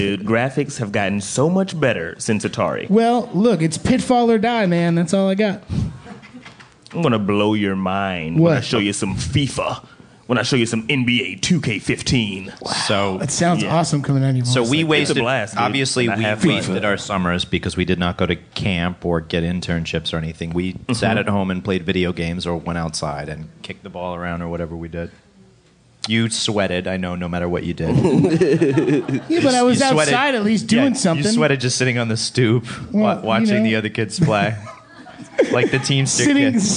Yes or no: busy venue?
yes